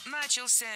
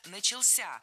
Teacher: Ударение в этом слове падает на последний слог, поближе к возвратной части «ся». · Shown in: second take